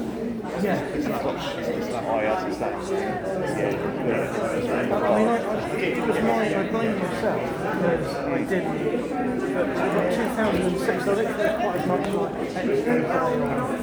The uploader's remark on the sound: The second panel from the Darkside of Brighton Festival held at the Old Ship Hotel in Brighton on 28th October 2023.